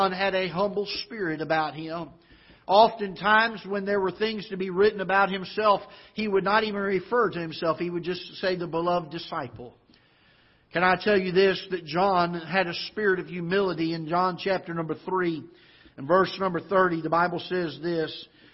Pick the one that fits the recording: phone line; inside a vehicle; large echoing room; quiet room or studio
large echoing room